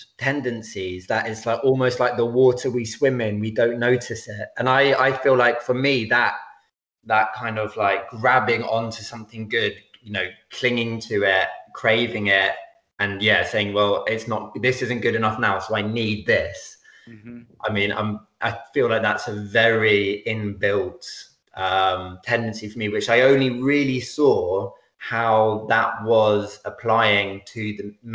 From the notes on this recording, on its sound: Skype calls on this channel.